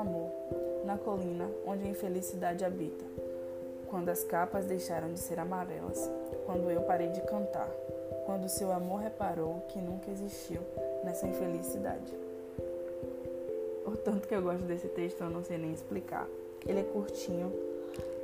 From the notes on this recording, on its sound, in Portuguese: perdoem os barulhos externos.